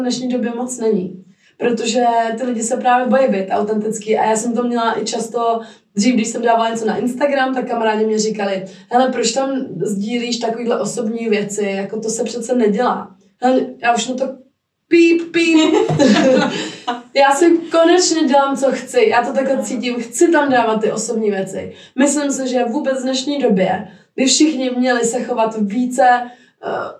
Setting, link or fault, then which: fault, poor sound quality